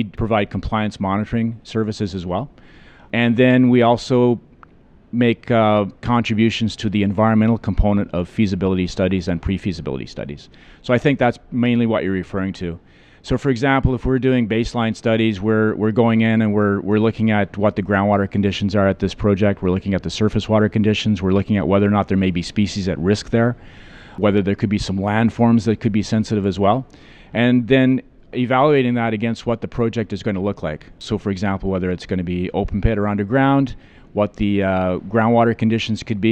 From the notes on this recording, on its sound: At the recent resource conferences in Vancouver I had the chance to sit down